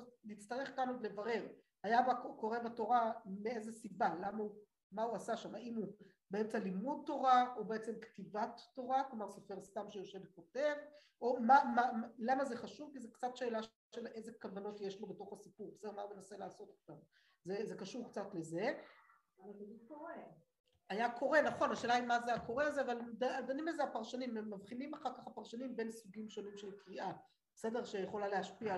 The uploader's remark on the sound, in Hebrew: השיעור הוקלט באמצעות תוכנת הזום